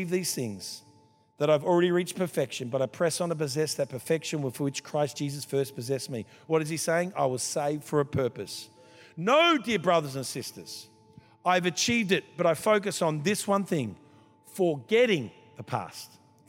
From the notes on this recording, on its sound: This was recorded in our 5pm service